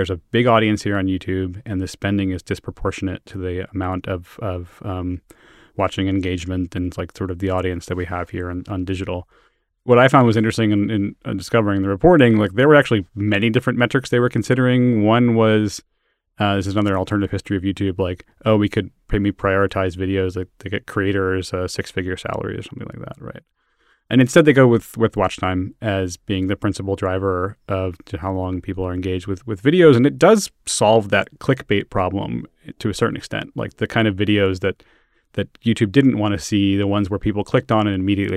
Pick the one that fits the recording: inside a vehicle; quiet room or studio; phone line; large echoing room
quiet room or studio